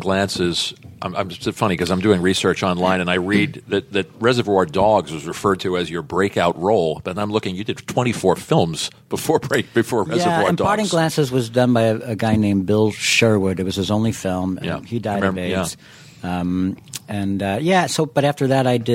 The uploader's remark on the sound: recorded at the New York Friars Club